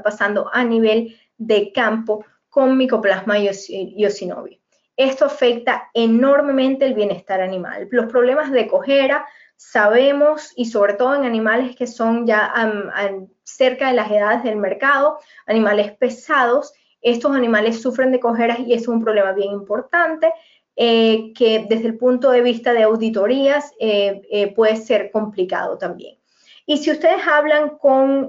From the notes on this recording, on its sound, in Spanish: En este episodio hemos rescatado el audio del aula virtual.